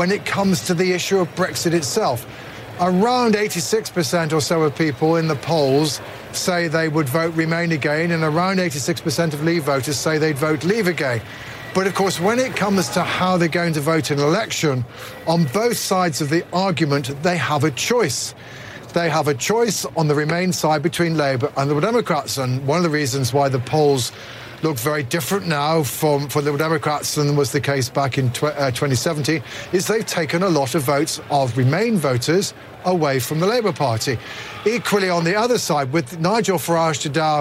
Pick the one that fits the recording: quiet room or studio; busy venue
busy venue